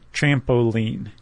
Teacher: So it's stressed, unstressed, stressed, like trampoline. · Term: cretic